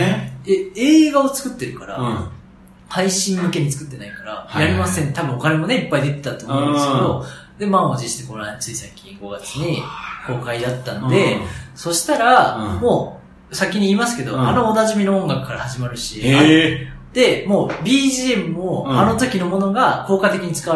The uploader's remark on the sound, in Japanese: 今回も対面での収録！録音環境の都合上少々聴こえづらく感じるかもしれません。マジで飛行機のジェット音じゃん！